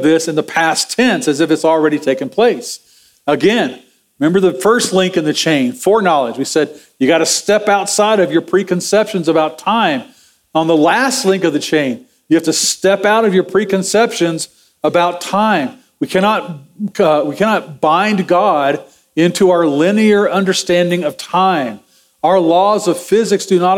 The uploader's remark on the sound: Sermon audio from Sunday, November 12, 2023.